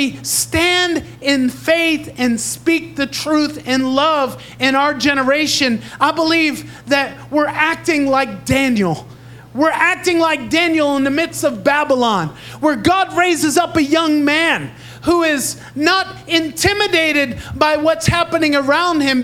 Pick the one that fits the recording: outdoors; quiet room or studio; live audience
live audience